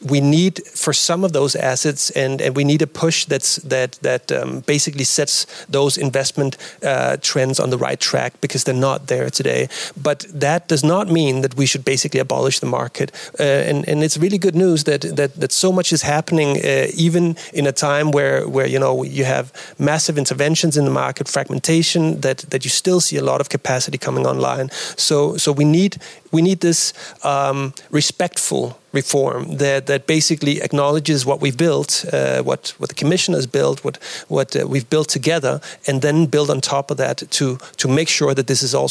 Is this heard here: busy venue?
yes